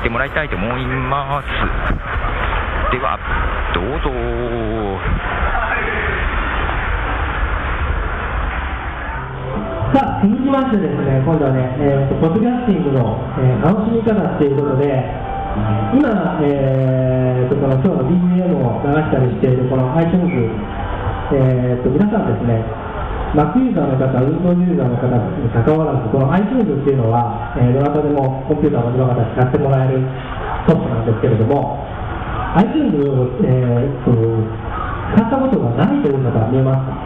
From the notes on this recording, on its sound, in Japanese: ポッドジャム名古屋栄の様子をお届けします。名古屋駅の雑踏より歩きながらの録音です。